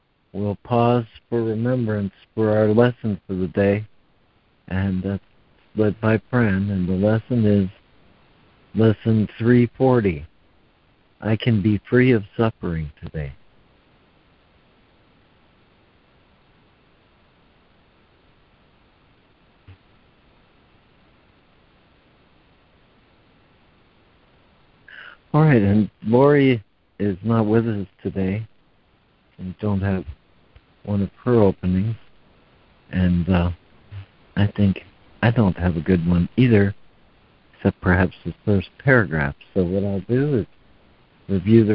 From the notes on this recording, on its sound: ACIM Daily Conference Call.